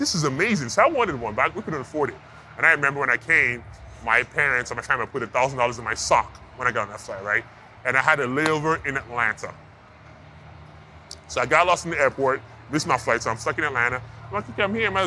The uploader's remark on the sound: live at WWE Superstore Axxess in Dallas during WrestleMania week